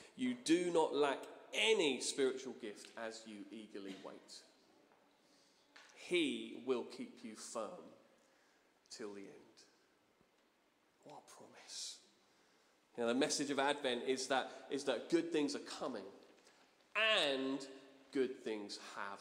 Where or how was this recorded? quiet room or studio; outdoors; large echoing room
large echoing room